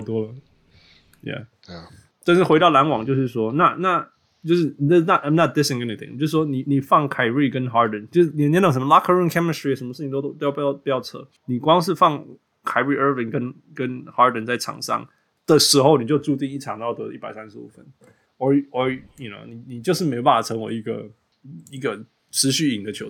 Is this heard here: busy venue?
no